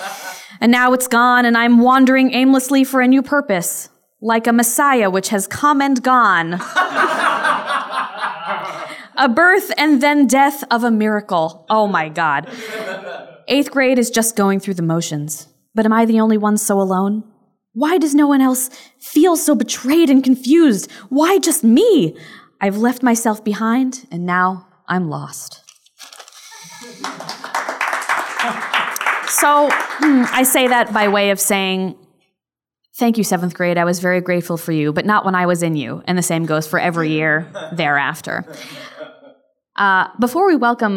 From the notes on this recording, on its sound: Live from Astoria Coffee! A live show.